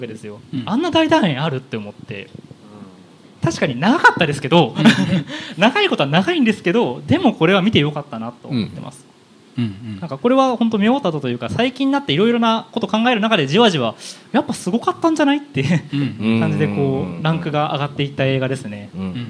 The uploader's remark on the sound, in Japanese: ネイキッドロフト横浜で行われた公開収録